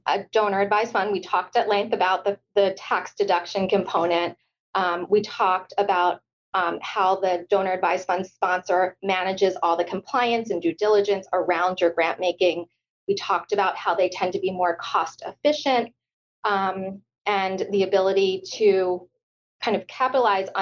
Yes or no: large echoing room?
no